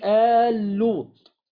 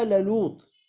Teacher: فأما آل لوط حيث وقع فعامة البغداديين يأخذون فيه بالإظهار · Shown in: second take · وعلله ابن مجاهد رحمه الله تعالى بقلة حروف الكلمة.